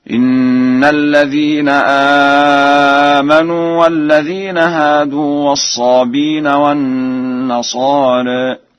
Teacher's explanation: قرأ ورش الصابئين بحذف الهمز هكذا: إن الذين آمنوا والذين هادوا والصابين والنصارى.